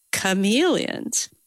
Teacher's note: You notice how on chameleons, our voice kind of went up.